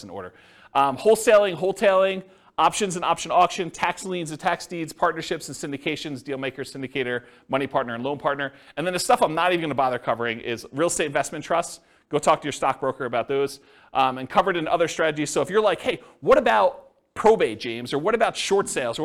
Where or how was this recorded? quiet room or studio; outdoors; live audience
live audience